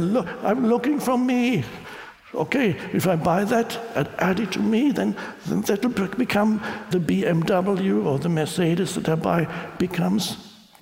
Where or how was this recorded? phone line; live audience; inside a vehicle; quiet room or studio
live audience